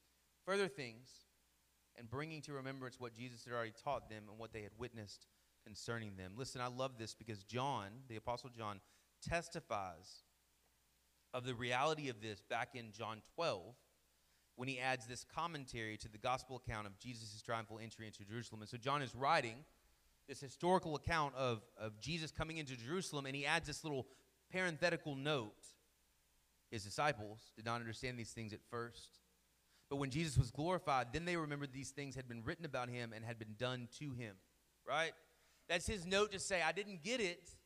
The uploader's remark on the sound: Sermon Audio from our Worship service